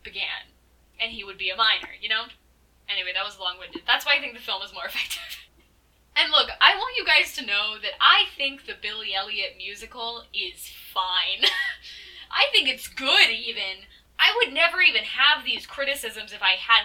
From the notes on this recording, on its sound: my mic was making an absolute scene so sorry about the popping noises.